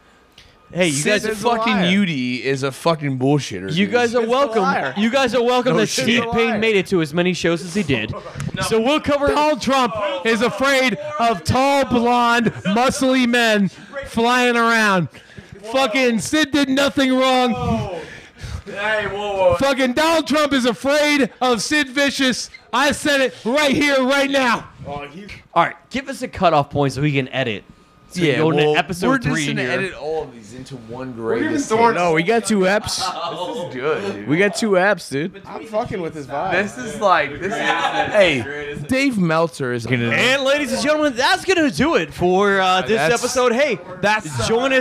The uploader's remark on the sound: a little less background noise this week live from the after after party